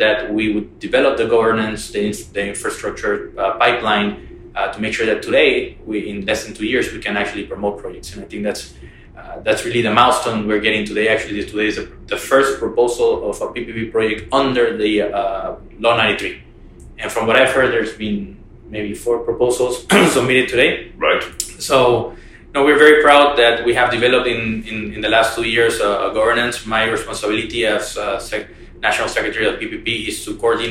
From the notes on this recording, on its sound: Podcasts recorded at the Inter American Development Bank conference – PPP Americas.